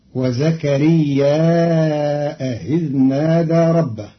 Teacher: قرأ قالون كلمتي وزكريا إذ نادى بزيادة همز منصوب بعد الألف في زكريا، فيصير مدا متصلا فيمده أربع حركات مع تسهيل همزة إذ بينها وبين الياء